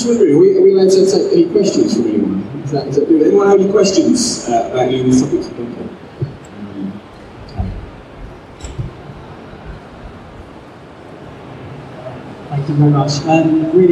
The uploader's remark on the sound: Live from Destination Star Trek. We present two panels recorded live at Destination Star Trek in Birmingham, UK.